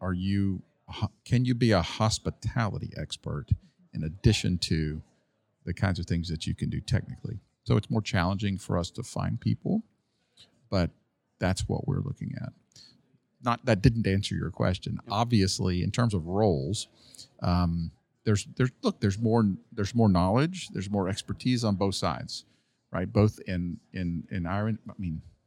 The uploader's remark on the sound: Legal Week 2024 Special Part One. Recorded live from the bustling environment of the 2024 Legal Week conference in New York.